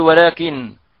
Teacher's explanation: لو وقفنا اختبارا أو اضطرارا نقول ولكن، ولكن بنون مظهرة بغنة ناقصة